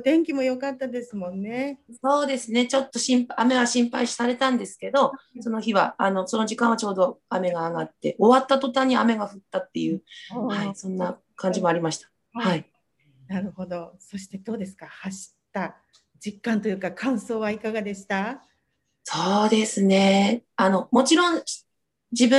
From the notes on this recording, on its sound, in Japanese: Zoomでお話を聞きました